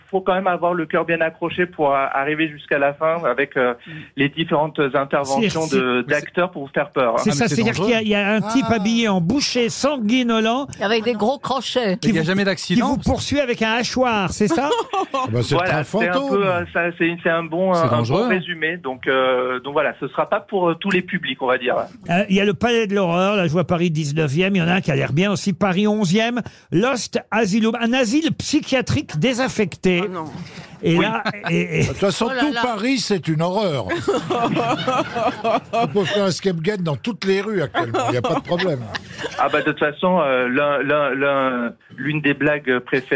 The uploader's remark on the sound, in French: au téléphone des Grosses Têtes